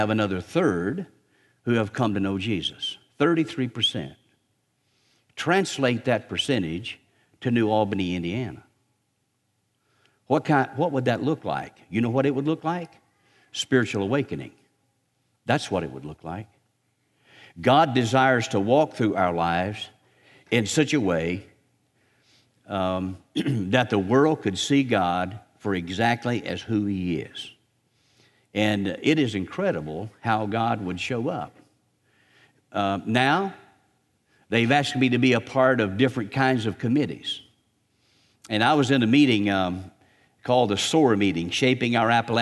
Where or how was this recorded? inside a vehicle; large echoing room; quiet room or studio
large echoing room